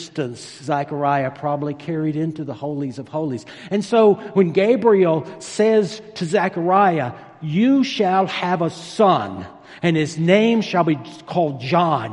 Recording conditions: large echoing room